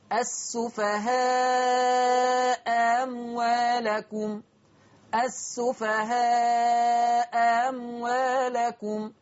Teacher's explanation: همزة الأولى مفتوحة التقت بهمزة ثانية مفتوحة أيضا ولكن من كلمتين. قرأ ورش بتسهيل الثانية